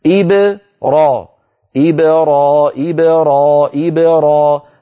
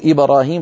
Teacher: إبرا إبرا إبرا إبرا هكذا، باء ساكنة مقلقلة يتلوها راء مفتوحة · Shown in: first take · أما فتحها وقول إبراهيم فهذا يعني بسبب عدم الإتقان.